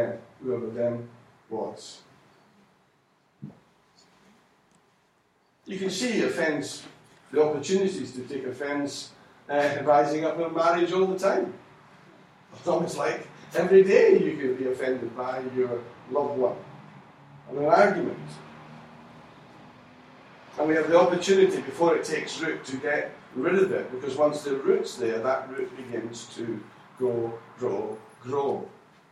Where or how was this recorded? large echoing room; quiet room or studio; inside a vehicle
large echoing room